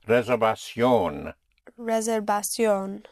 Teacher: The V is pronounced with your lips, with like a soft B.